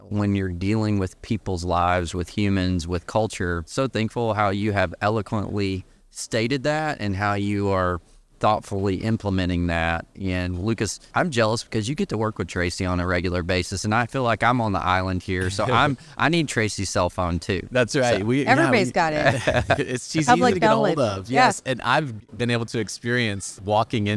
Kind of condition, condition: setting, busy venue